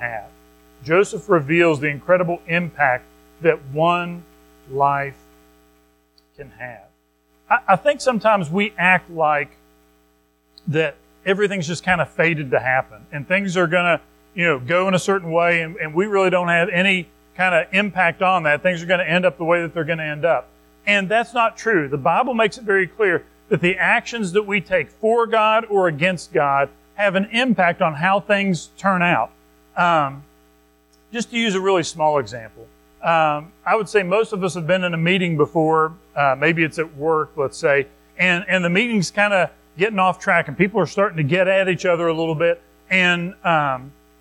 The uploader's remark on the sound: Recorded at Madison Baptist Church in Madison WV on Aug 20, 2023